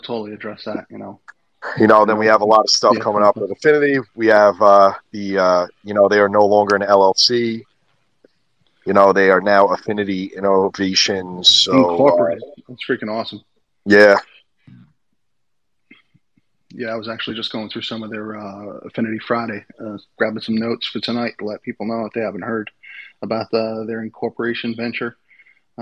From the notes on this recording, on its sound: recorded on Twitter Spaces